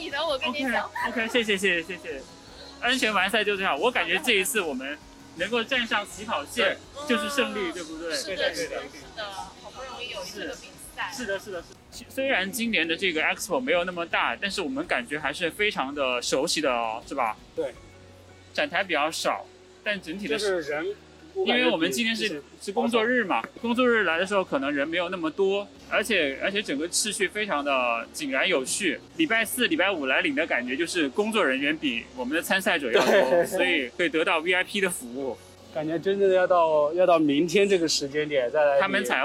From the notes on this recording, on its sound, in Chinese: 现在正在上海马拉松领物的现场，刚刚我们两个都领取了自己的号码簿和参赛包，然后我们两个准备在这里采访几位选手